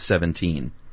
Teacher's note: That's two unstressed followed by a stressed. · Term: anapest